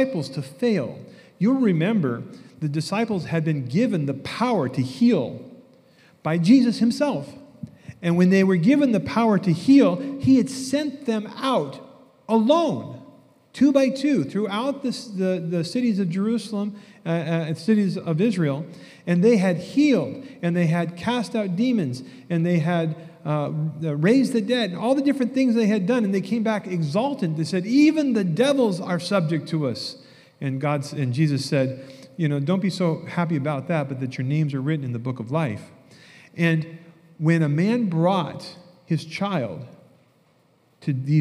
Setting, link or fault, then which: setting, live audience